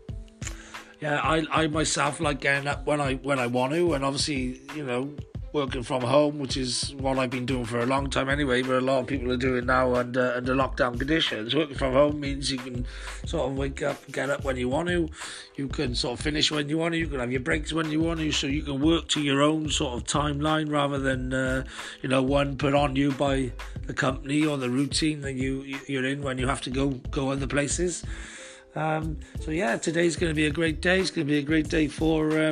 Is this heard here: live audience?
no